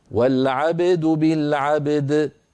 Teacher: لابد من بيان قلقلة كل من الحرفين، والعبد بالعبد بالعب، هنا قلقلنا الباء، د قلقلنا الدال، والعبد بالعبد. · لما يصل العبد يبدأ الآن يفكر، لأنه ما سبق له أن وقف على كلمة قد جمع فيها بين مقلقلين متجاورين، الباء ساكنة أصالة والدال في كلمة العبد سكنت عروضا بسبب الوقف، فاجتمع في النطق حرفا قلقلا، وهذا من النوادر.